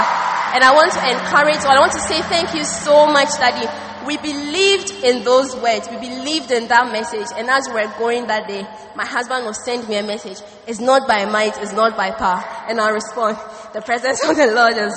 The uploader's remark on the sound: Preached at the First Love Center, Accra.